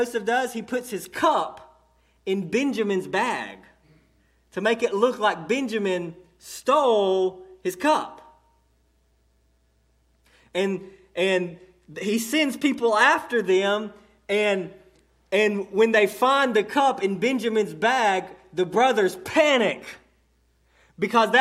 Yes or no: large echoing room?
yes